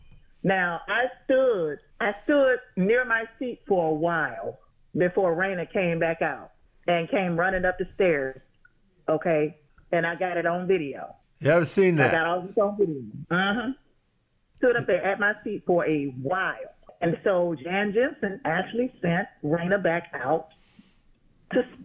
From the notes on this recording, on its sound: talk over the phone